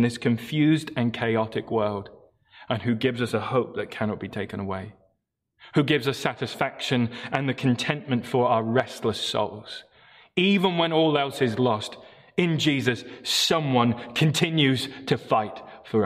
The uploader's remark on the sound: Morning Service Live Stream.